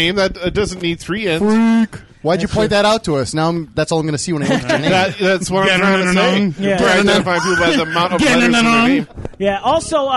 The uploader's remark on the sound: recorded live at Maui Comics & Collectibles